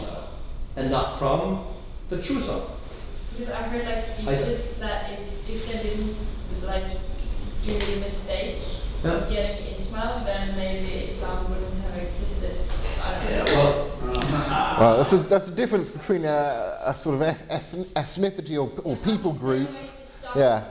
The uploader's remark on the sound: Lecture given at Gimlekollen College, NLA University, Norway on April 26th 2019